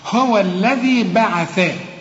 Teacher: طلع لسانك في الإيه؟ في الذال، وطلع لسانك في الثاء اللي بعدها. هو الذي بعث، لكن إذا وقفت تقول بعث.